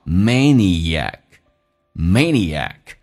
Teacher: And you are a sexmaniac，首先它是一个双元音 A， man 这个 n 其实在这个单词当中是发两遍的，同时元音跟元音之间可以加一个那么连音，不是加我就加也，所以那个 e 跟 a 中间可以加个也